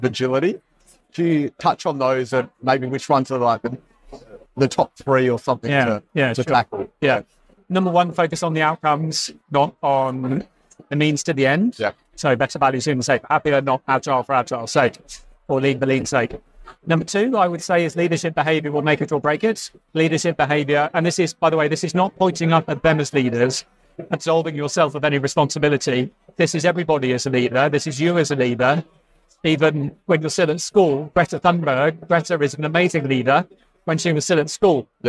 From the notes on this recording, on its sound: Recorded live at the Agile Australia Conference.